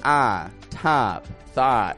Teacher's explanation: The short O changes depending on the accent, but typically kind of an ah